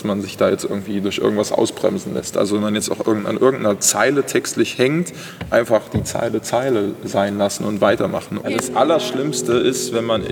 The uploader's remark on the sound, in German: In seiner Wahlheimat Mannheim. Live im Konzerthaus Capitol ans Klavier. Eine emotionale Folge mit viel Live-Musik!